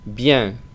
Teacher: Ellos nasalizan y dicen bien. Bien, es una e muy abierta, casi se parece a una a · Es con la nasal de la e